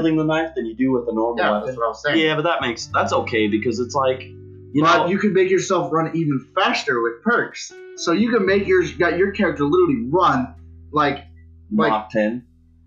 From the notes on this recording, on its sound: Audio was [very] rough but we're not quite perfected on the audio tech yet so we're planning to improve!